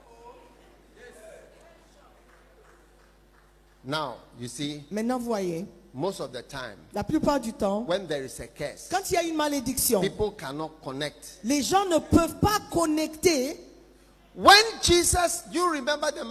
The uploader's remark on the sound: Preached at the day 2 of the Healing Jesus Campaign Pastors Conference in September 2023, Pointe-Noire, Congo Brazzaville.